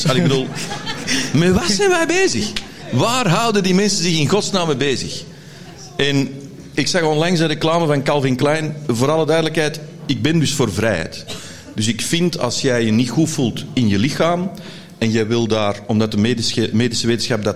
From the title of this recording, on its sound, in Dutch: LIVE op TIMTOM Podcast FESTIVAL